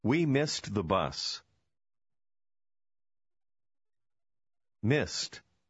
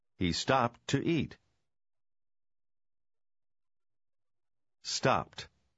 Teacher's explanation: Обратите внимание, что здесь заключительное «ed» звучит несколько иначе. После определенных буквенных сочетаний буква «d» произносится как «t».